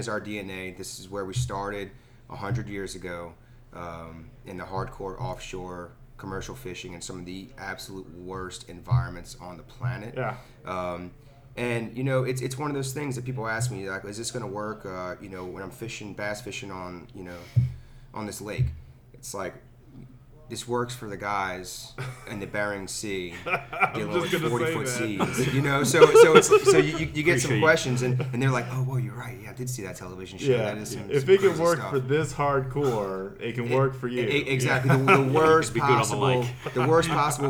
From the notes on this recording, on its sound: An outdoor writers fishing event in Venice, Louisiana. This was a live "on location" podcast.